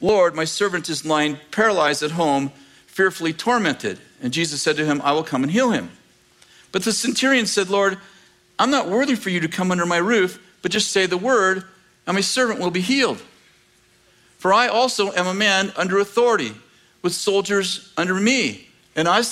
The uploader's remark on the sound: In this clip from School of the Prophets 2023, at Bethel Church in Redding, CA.